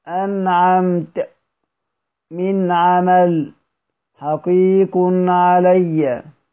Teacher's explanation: فاتفق السبعة على إظهار النون الساكنة والتنوين عند الستة لبعد المخرجين · Term: الإظهار